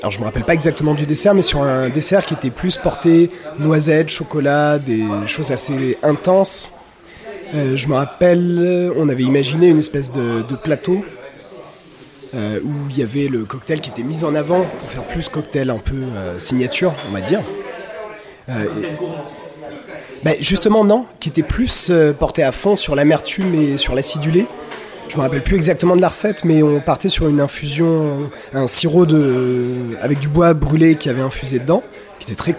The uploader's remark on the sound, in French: A l'occasion de Whisky Live Paris 2023, nous avons interviewé quelques personnes. Au festival Whisky Live Paris.